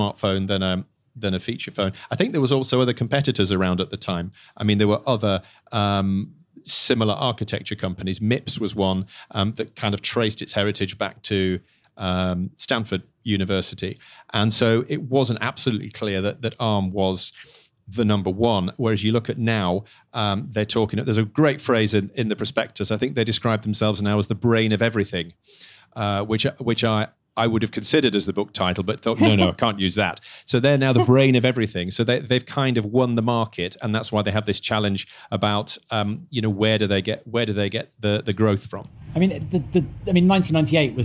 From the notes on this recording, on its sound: Live from the FT Weekend Festival in London.